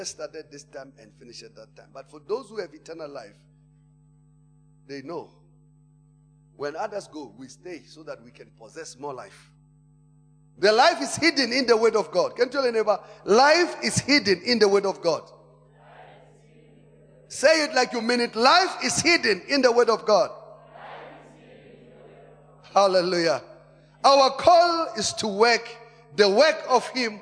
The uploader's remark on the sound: Preached at Emmanuel Christian Church, Arcadia Campus (Proton Church).